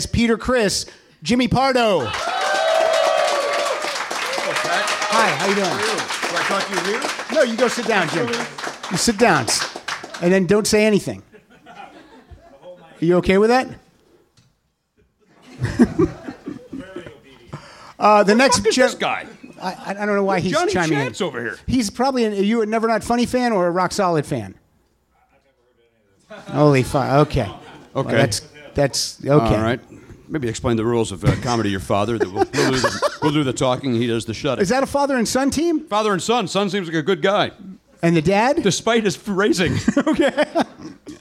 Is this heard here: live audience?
yes